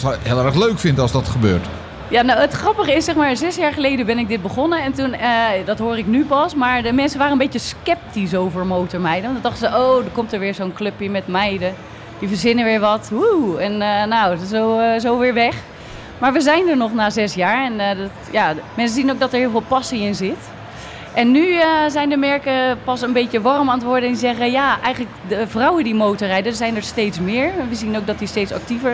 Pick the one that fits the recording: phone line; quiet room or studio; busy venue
busy venue